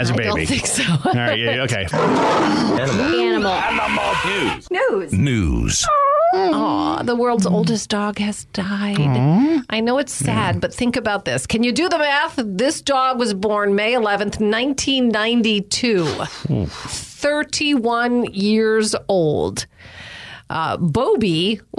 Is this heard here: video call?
no